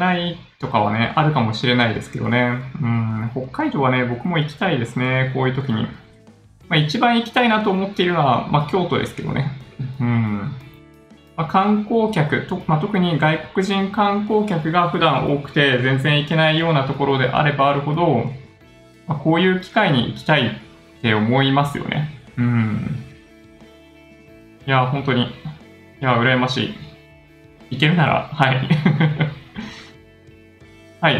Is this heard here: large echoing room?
no